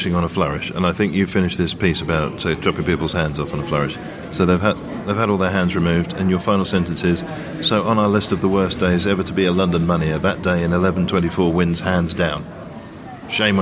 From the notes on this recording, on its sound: This week we're at the Royal Festival Hall.